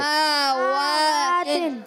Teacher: اب سین کا زبر نہیں کھینچیں گے مگر میم پر کھڑا زبر، واؤ پر کھڑا زبر، ان دونوں کو کھینچیں گے